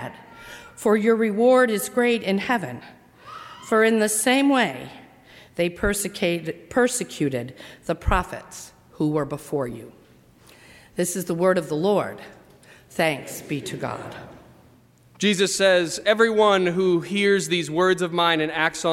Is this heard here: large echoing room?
yes